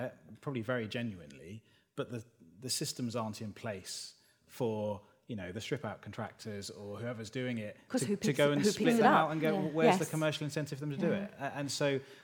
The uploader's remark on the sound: This episode was recorded in front of a live audience of designers gathered at the newly renovated showroom of sofa.com in Chelsea.